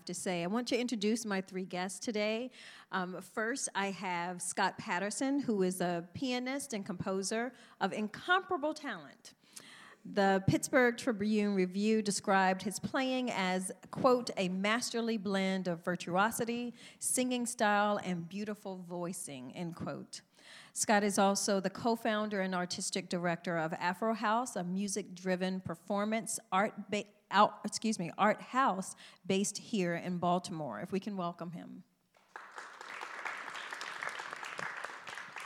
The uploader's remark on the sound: We hosted the latest installment of World of the Play: Los Otros, a panel discussion that took place last Saturday at Everyman Theatre.